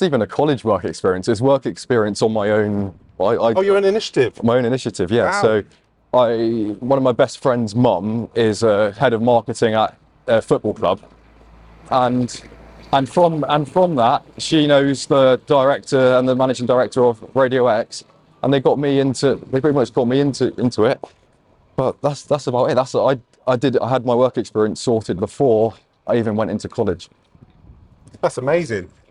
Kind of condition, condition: setting, outdoors